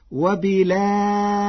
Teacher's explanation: قرأ ورش كلمة وبالآخرة بنقل حركة الهمزة إلى الساكن قبلها وحذفها، وتوسط البدل مع ترقيق الراء فتصير وبالآخرة.